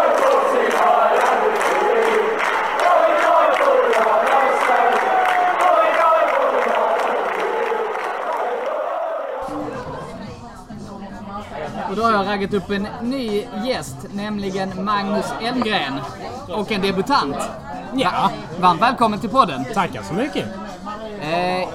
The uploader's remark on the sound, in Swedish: I andra delen så hade vi en open mic på Arsenal Malmös vårfest.